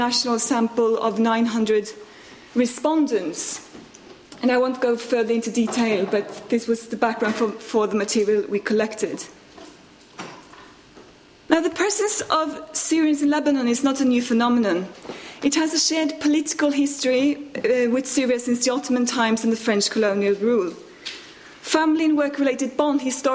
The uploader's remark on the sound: RSC 2014 Conference: Refugee Voices: Panel 18. Recorded on 25 March 2014 at St Anne's College, University of Oxford.